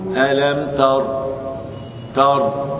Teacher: إذا وقفت أقول ألم تر، تر، لم أقل ألم ترى، ترى، لأنها غير مرسومة في المصحف بعد الراء. فإذا وقفت أقف بسكون الراء فلا أذكر ألف